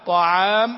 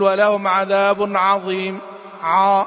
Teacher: مع حرف العين ترقيقها في كل حال · Shown in: first take